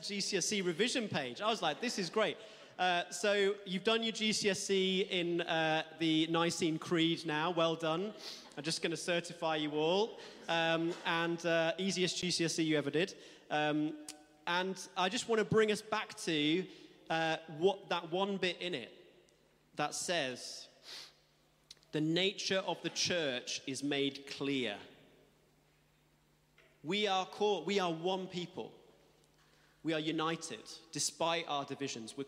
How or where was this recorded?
large echoing room